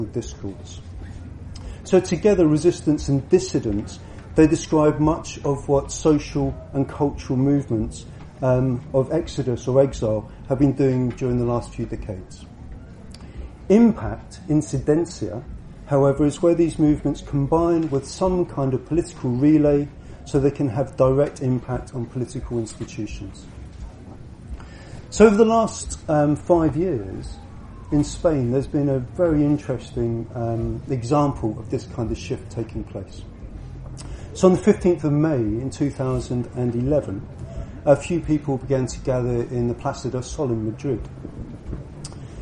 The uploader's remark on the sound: at the Buddhafield Festival July 2016